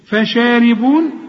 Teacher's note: ريتك تتعلم الحروف دي، شوف من الحاء، من الحميم، شوف فشاربون، برضو الحروف كلها مرققة بما فيهم الراء، الراء مكسورة، شرب الهين، راء الباء دي، هذا نزلهم، خد بالك